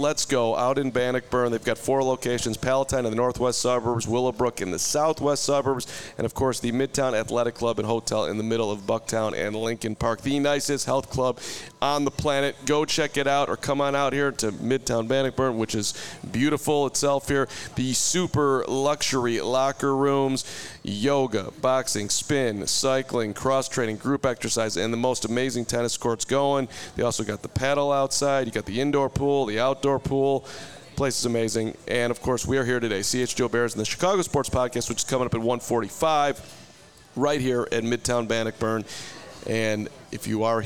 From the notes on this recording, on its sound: the CHGO Bears Podcast LIVE as they broadcast from Midtown Athletic Club in Bannockburn!